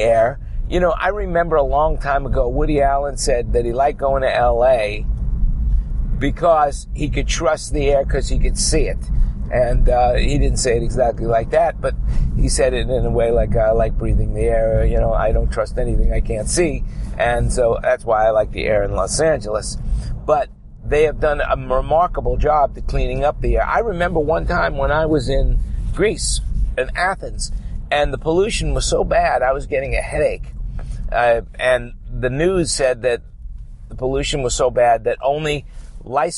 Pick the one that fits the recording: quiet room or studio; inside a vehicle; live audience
inside a vehicle